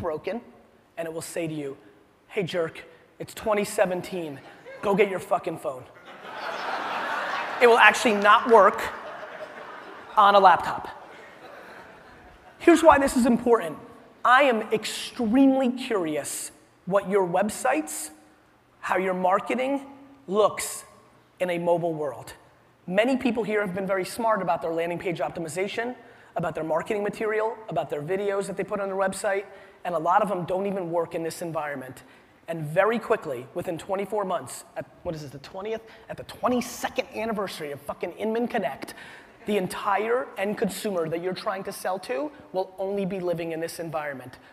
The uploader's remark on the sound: A keynote: Inman Connect Conference 2016